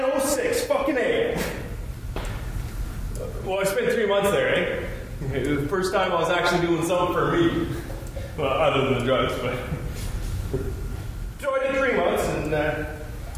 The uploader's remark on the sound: Stereo Recording of The Invisible Project. I recorded the play last January when it was performed at The Calgary Drop-In Centre, a homeless shelter that can house up to 1250 men and women per night and that serves up to 3500 meals per day.